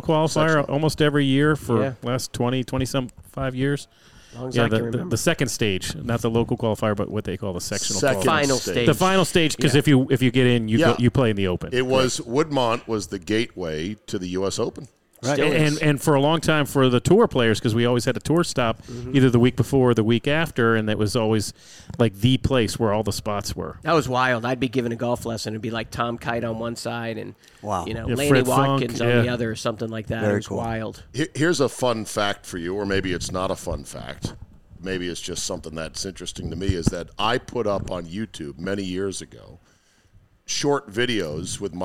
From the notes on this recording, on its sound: Live from the new Golfdom store in Rockville, MD.